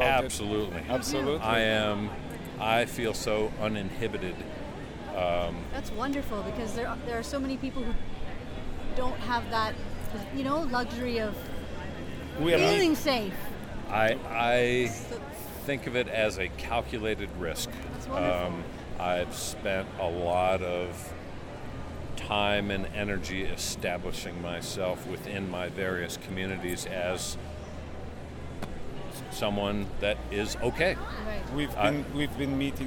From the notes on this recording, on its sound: These interviews were recorded at the historic Psychedelic Science 2023 conference in Denver